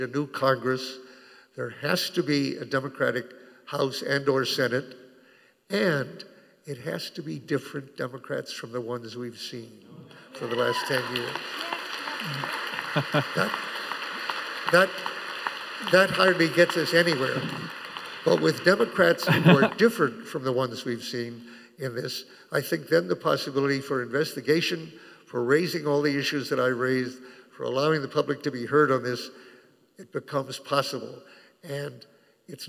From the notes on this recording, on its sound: Took place on January 9 at University Temple Church. It was presented by Town Hall Seattle and Washington Physicians for Social Responsibility.